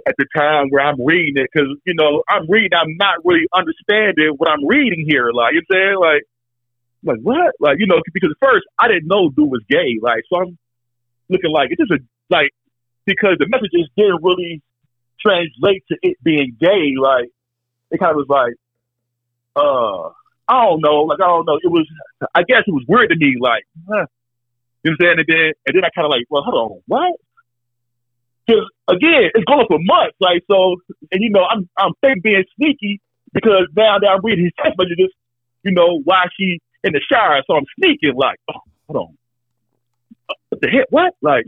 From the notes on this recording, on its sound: Takes Live Calls From Callers Who Have Wild Stories To Tell. On This Episode Two Callers Call in to Tell Wild Stories.